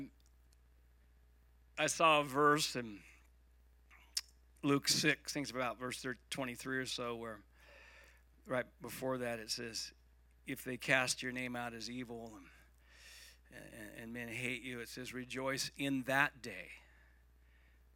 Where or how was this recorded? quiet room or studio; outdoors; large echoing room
large echoing room